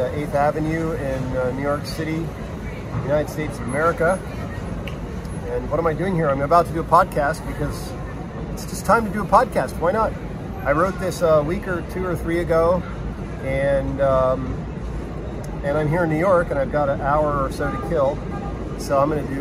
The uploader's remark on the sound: On the steps of NYC's 8th Avenue post office with way too much street noise and a smeary iPhone lens. Ambiance aplenty.